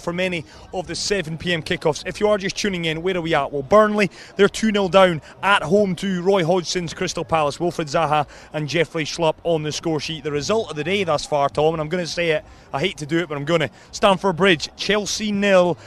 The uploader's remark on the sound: From the rooftop garden of Barasti